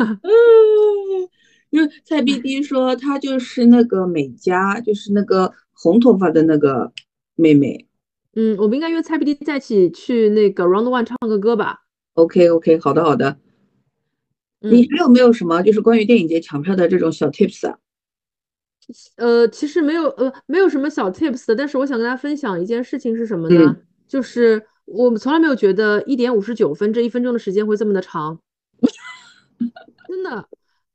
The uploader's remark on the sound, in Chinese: 本期节目是线上录制，音质欠佳，先抱歉了